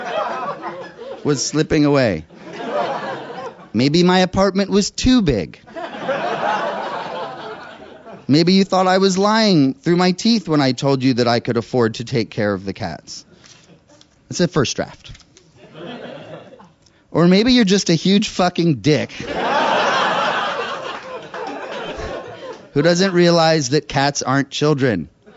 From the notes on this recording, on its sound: Recorded live in New York.